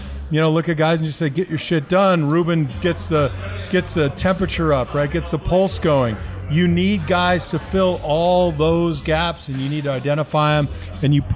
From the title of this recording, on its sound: LIVE from Oneills Stadium Inn